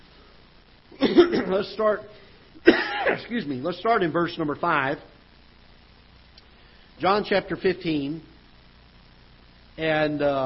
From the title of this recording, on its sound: Ketha Heights Baptist Church ~ Live Broadcast